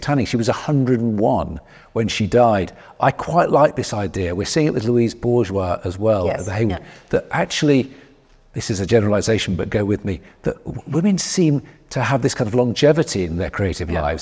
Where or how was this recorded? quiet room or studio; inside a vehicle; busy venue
busy venue